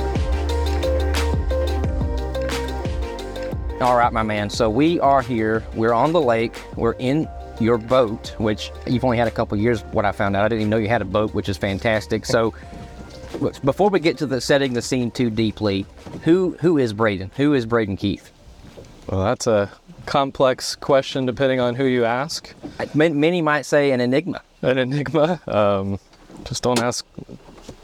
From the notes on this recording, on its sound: speed boat in the middle of Lake Allatoona just northwest of Atlanta, Georiga